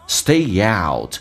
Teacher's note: Stay 跟 out，其实这两个元音之间也是有连音的